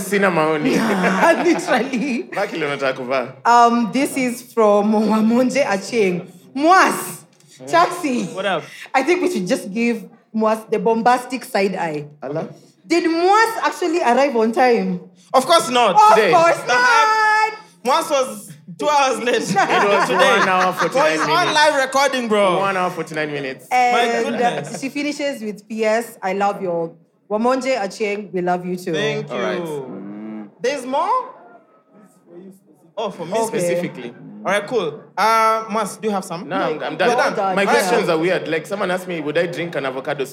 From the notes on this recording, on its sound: Live audience recording. Take on questions from the audience.